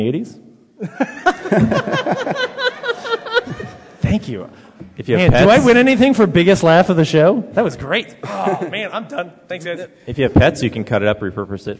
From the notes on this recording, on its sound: In front of an audience at Denver Comic Con.